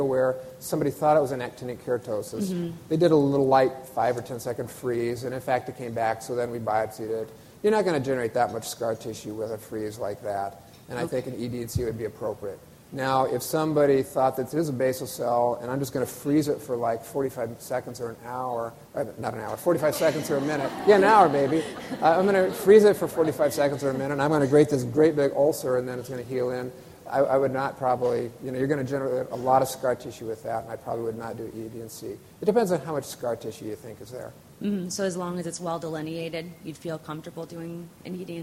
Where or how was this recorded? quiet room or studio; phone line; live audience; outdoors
live audience